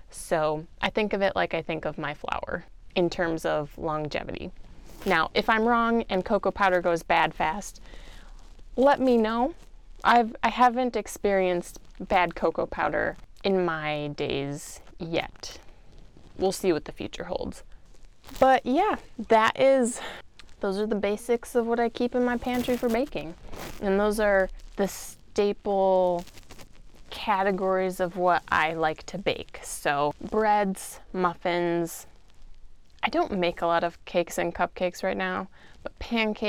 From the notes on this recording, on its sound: I apologize for static that you may hear! Newbie mistake when it came to my choice of clothing, on the day I recorded.